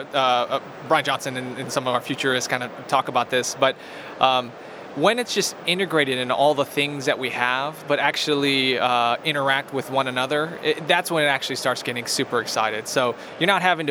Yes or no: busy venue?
yes